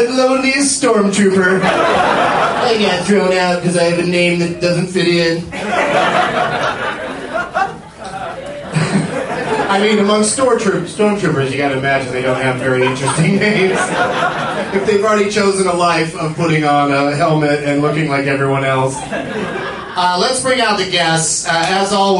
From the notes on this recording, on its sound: Special edition podcast recorded live at The Del Close Marathon 2010 at UCB-NY.